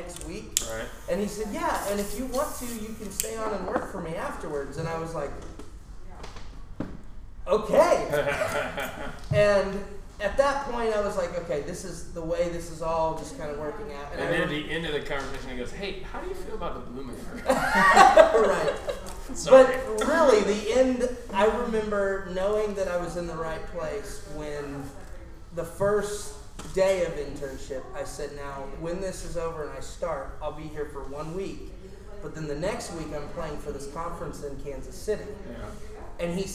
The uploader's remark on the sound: we record from Burg's Hair Parlour